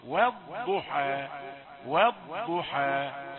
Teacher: والضحى والضحى، هذان الصوتان غير متشابهين، صوت الواو رقيق والضاد مفخمة